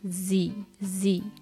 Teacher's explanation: 歯と歯の隙間から空気を漏らしながら音を出すっていう感じの音です · Term: z の音